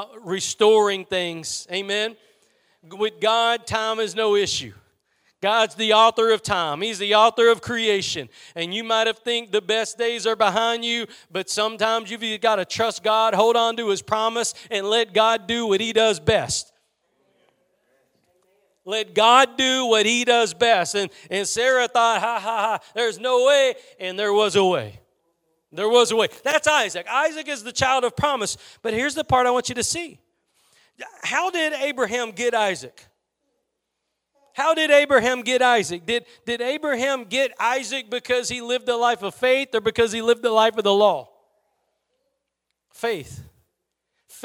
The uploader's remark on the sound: Preached at Gospel Lighthouse in Bossier City, La.